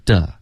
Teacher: the 的音不能有儿化音，是 the。OK。舌头不要卷。